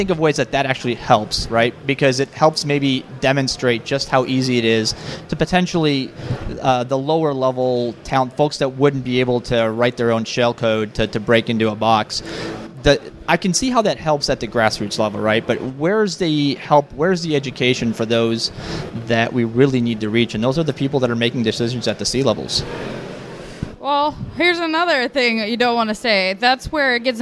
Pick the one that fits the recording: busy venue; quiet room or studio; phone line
busy venue